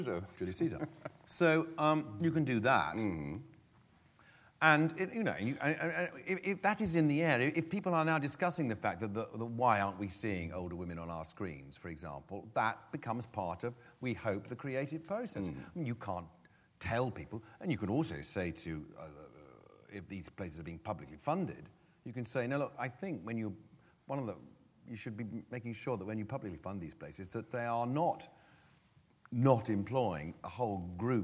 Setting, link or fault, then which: setting, live audience